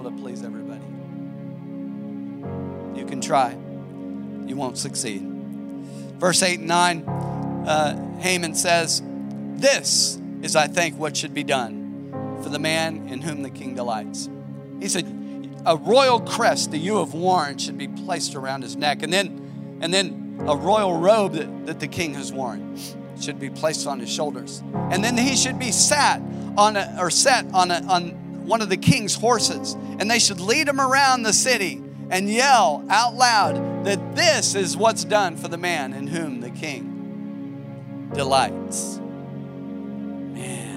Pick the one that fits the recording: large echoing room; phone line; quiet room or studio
large echoing room